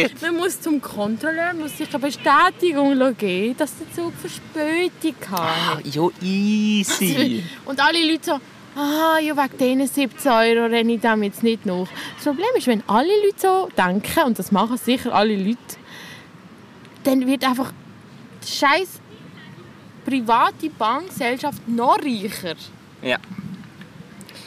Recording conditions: outdoors